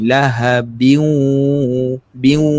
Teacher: apabila tanwin ni berjumpa dengan huruf waw, dia bukan sekadar memasukkan, dia bukan idram saja. Dia ada gunah. Gunah ni dengung.